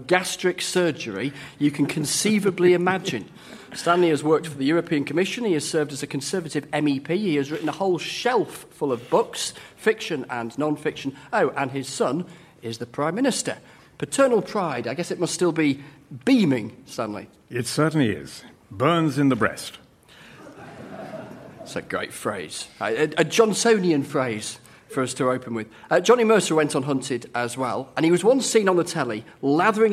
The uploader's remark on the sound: Presents topical discussion from Launceston Town Hall in Cornwall.